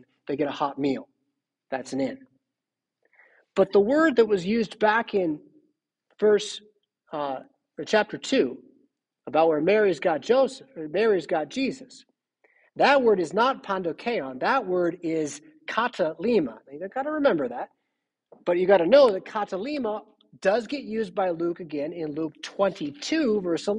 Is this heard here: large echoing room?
yes